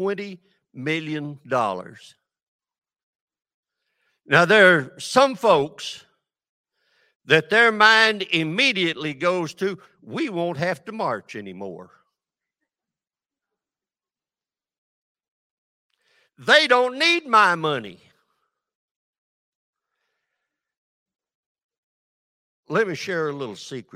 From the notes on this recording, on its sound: This sermon was recorded live on February 12th at Newark United Pentecostal Church